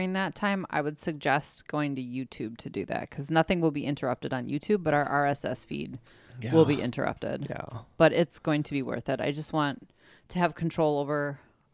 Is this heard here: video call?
no